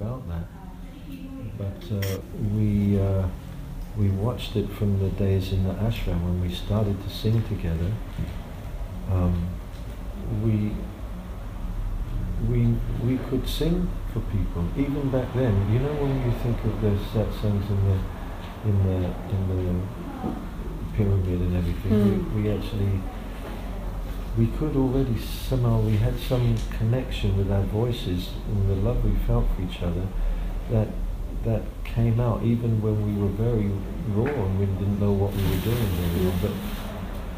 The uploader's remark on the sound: We were admitted to the hall early to hear their soundcheck and this interview was recorded backstage.